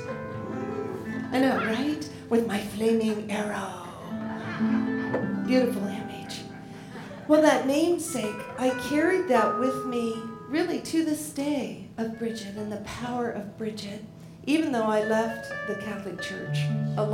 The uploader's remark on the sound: Live at The Fremont Theater in Portland, Oregon Presented by Portland Story Theater.